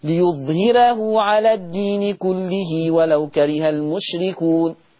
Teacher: الراء تشكيلها مفتوحة والهاء مكسورة يبقى برضو ترقيق، ليظهره على الدين كله ولو كره المشركون.